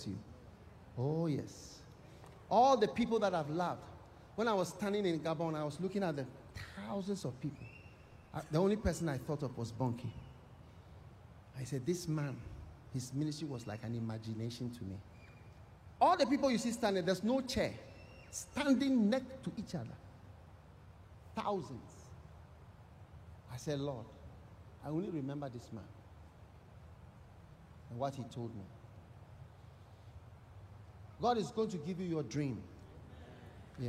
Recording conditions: live audience